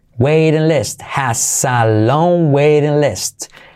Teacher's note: T como R suave